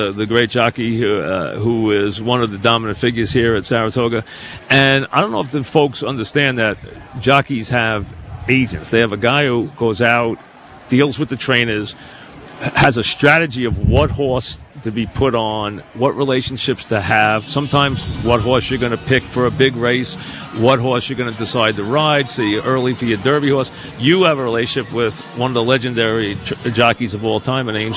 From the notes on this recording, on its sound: live at Saratoga